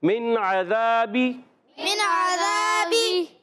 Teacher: تو یہاں غنہ نہیں کریں گے. عین کو، عین پر زبر ہے، حلق کے درمیان والے حصے سے بھی، اور بغیر کھینچے ادا کریں گے